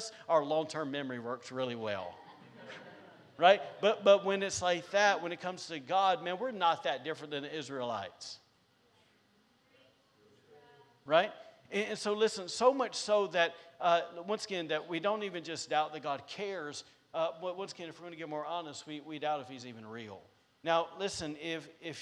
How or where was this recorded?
large echoing room